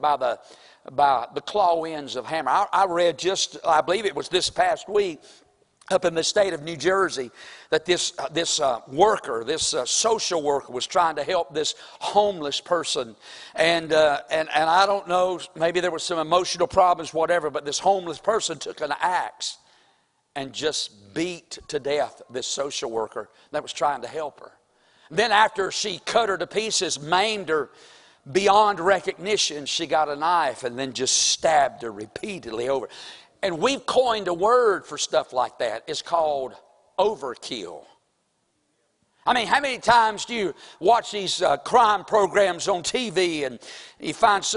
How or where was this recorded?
large echoing room